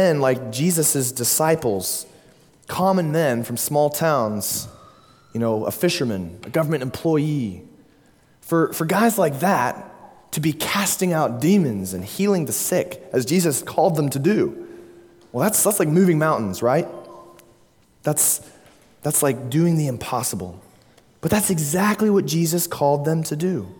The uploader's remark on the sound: at Immanuel Baptist Church, Springdale, Arkansas.